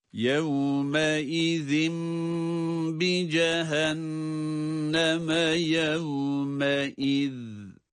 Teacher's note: zal harfleri ince olarak ve peltek olarak okunacaktır